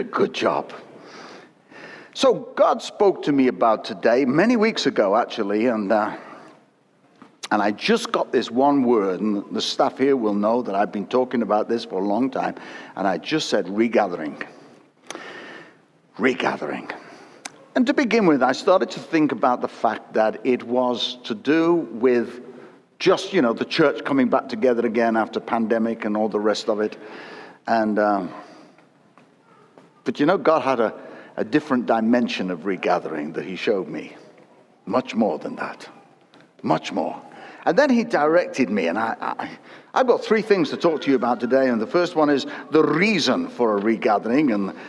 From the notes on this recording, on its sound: Recorded at Destiny's 22 Anniversary service.